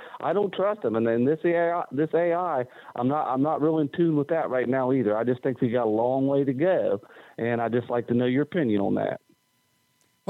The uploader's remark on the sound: we take your calls in open phones across America